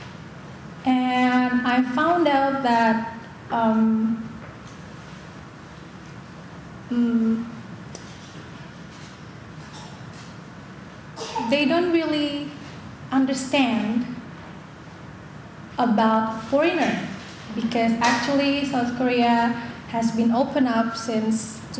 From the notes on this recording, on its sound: In front a live audience at the Jane Addams Hull-House Museum.